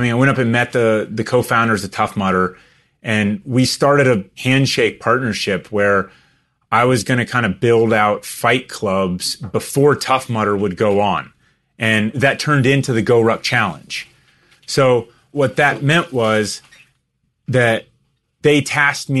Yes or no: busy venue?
no